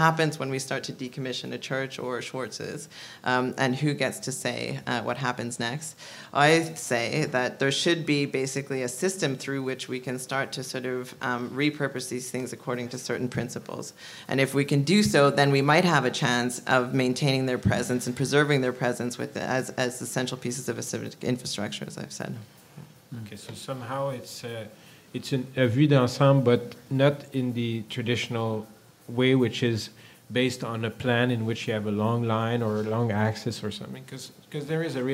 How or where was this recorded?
live audience